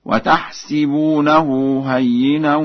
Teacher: قرأ ورش بكسر السين في الفعلين معا